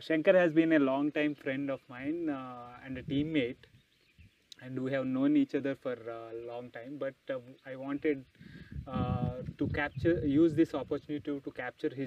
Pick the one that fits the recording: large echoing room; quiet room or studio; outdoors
outdoors